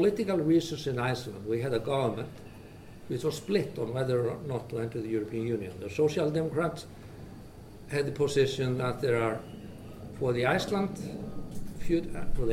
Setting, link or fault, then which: setting, large echoing room